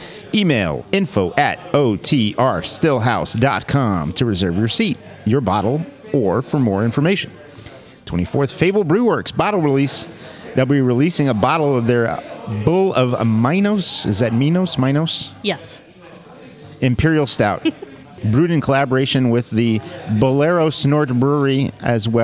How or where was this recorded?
busy venue